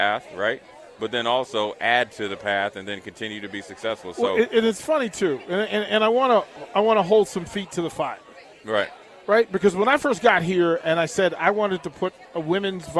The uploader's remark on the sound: LIVE from Berry's (Volleyball Day In Nebraska)